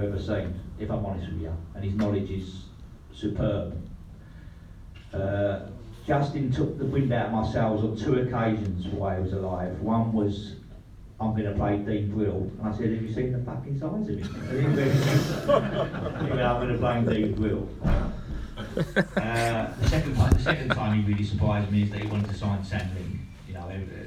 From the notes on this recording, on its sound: This special Meet The Chairman Q&A was recorded in the 1881 Suite. Answered questions from a live audience of Leyton Orient fans.